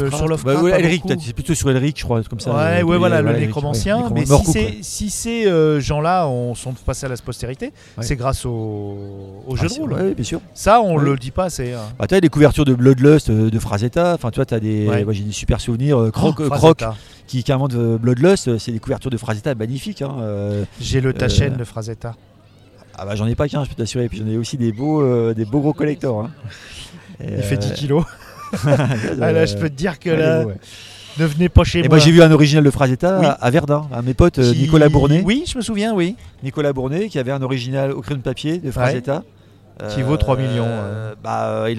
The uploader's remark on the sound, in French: rencontre au festival Etrange Grande 2023